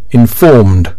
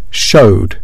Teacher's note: The D sound for verbs ending in voiced consonant sounds.